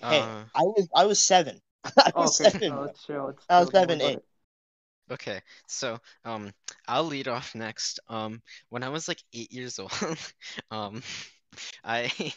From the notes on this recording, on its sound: Sorry about the audio quality. My editing software just would not cooperate.